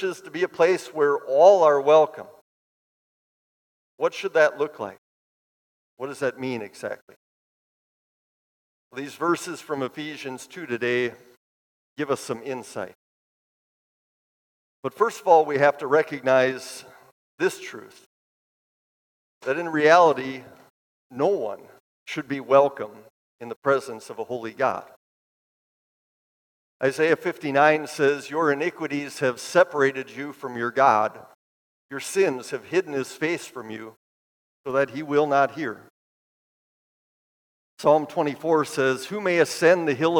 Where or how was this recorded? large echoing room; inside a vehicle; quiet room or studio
large echoing room